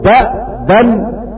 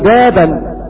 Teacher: ونعم هذا أن حفص قرأ قوله تبارك وتعالى قال تزرعون سبع سنين دآبا بفتح الهمزة، وباقي القراء قرأوا دأبا بسكون الهمز، والسوسي يبدلها فيقول دابا، أما ورش فليس له فيها إبدال لأنها عين الكلمة، وورش لا يبدل من الهمز إلا فاء الكلمة فقط.